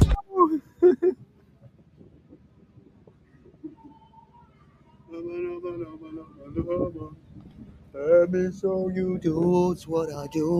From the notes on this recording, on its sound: Sorry for the sound interference, it's windy out there. Live from the road.